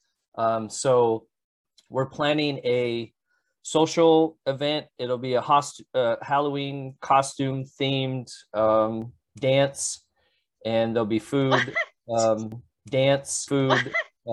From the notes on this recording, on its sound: We hosted a Zoom call for team captains and new team members